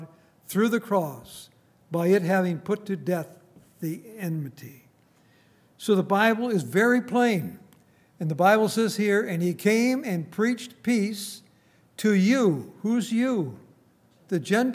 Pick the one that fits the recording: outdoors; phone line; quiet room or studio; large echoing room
large echoing room